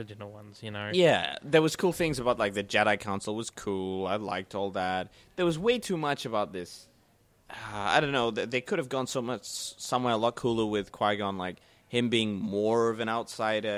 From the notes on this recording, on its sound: Recorded live at the Brunswick Street Bookstore.